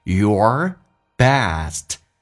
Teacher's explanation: Best 的 T 不发音， Letter T issilent